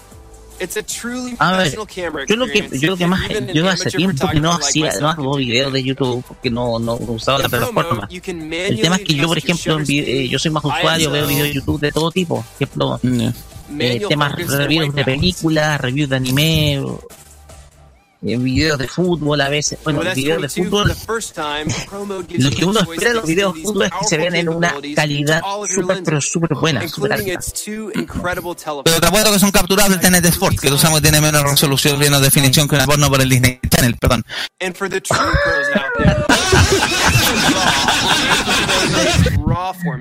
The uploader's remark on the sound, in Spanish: En esta edición especial, el equipo de Tecnomood estuvo presente cubriendo en vivo el lanzamiento de la nueva línea de teléfonos Samsung Galaxy S22 y las nuevas tablets Galaxy S8.